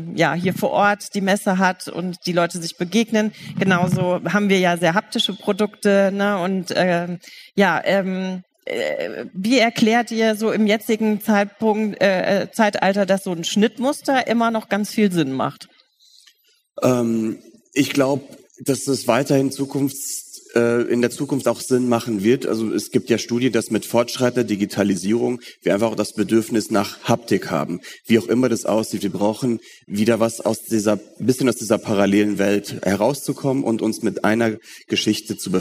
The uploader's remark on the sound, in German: Live auf dem Talksofa der h+h cologne 2023.